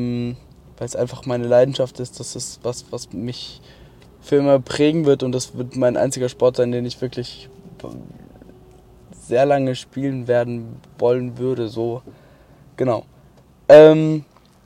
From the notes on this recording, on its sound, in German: Heute mal vom Autobahn Parkplatz. Auf dem nachhause weg hab ich kurz das Auto abgestellt das Mikrofon angeschlossen und auf Aufnahme gedrückt. Hoffentlich mit besserer Sound Kulisse.